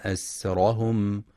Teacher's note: ينتبه القارئ لترقيق السين وعدم تفخيمها